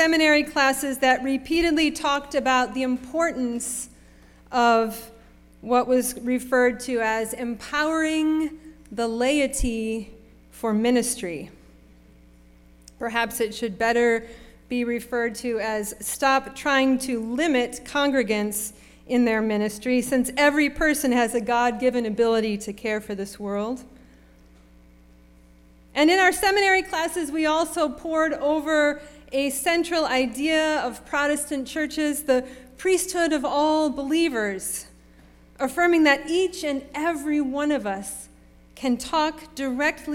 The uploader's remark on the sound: Sermon preached at RCHP on February 26, 2023.